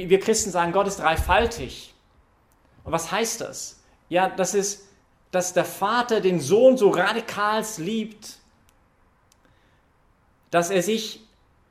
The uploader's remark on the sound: Das war Thema in dieser Predigt heute Abend (23-5-2021) bei der YP Messe im Zentrum Johannes Paul II.